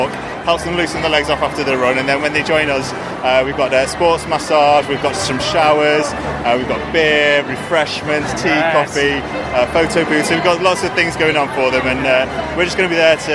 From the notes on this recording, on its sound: Virgin Money London Marathon Expo. The Do More Good podcast comes live from the London Marathon expo.